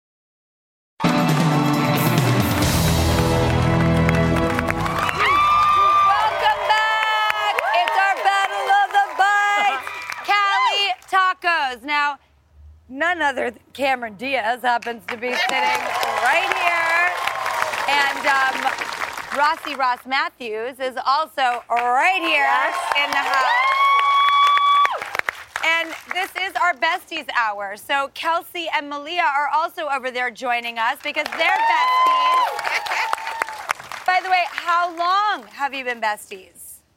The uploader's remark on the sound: The entire studio audience is filled with best friends.